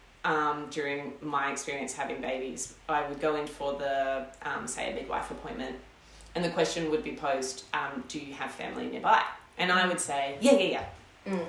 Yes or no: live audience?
no